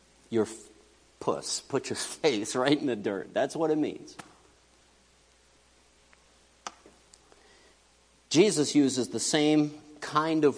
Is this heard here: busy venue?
no